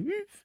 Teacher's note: making subsequently smaller and smaller noises with a vague F sound at the end